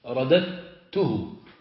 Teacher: فالدال الثانية الساكنة تدغمها في التاء، رددته، تدغم الدال في التاء. · Term: الإدغام